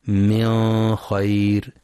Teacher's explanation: ينتبه القارئ للإظهار الحلقي للنون الساكنة بعدها الخاء في من خير، فلا يقرأ من خير بالإخفاء